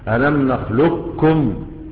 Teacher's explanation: كاف مشددة بس، ما فيش أثر للقاف. هذا هو المقدم وهذا هو المختار. · Term: الإدغام الكامل